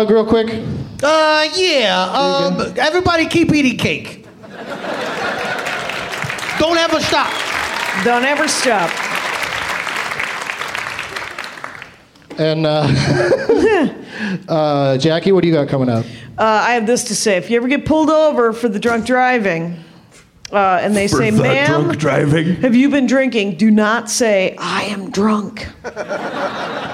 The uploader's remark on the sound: Live from the Bumbershoot Festival in Seattle, WA